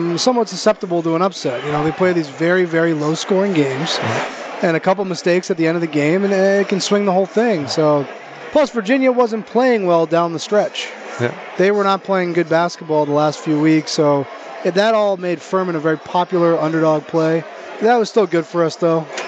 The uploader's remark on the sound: Live from the Superbook at The Westgate Las Vegas.